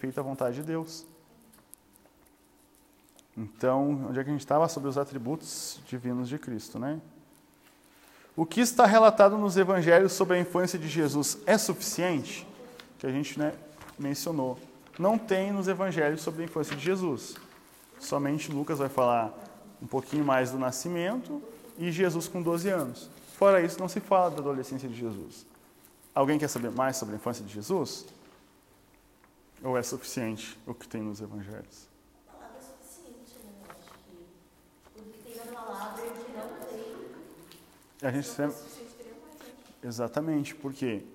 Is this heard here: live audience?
yes